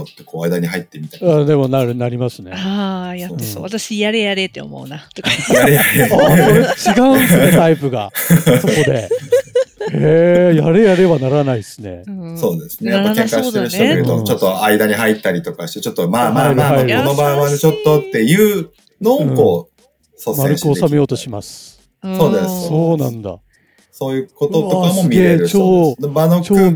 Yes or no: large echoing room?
no